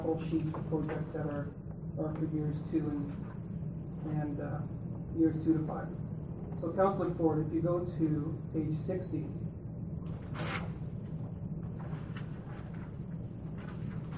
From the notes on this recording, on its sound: Regular Council Meeting. Audio recording of the November 14, 2016 Regular Meeting of Peace River's Town Council.